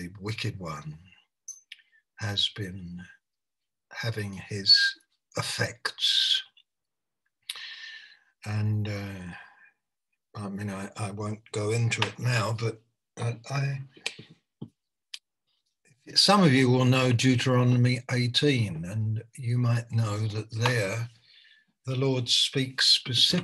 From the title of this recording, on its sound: Malaysia Meets (Zoom)